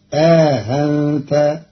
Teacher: قرأ قالون كلمة أأنت بتسهيل الهمزة الثانية بينها وبين الألف مع إدخال ألف بين المحققة الأولى والمسهلة الثانية فتصير آهنت، وهي في إحدى لغات العرب.